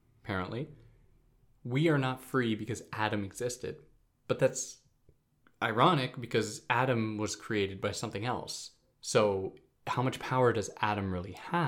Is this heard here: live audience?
no